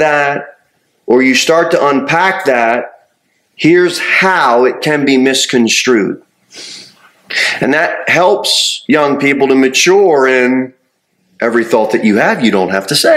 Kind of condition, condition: setting, large echoing room